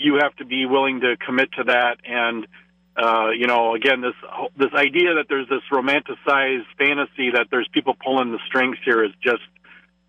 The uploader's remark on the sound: When the mayor and fire chief call in to set someone straight. After a listener calls in with some misinformation.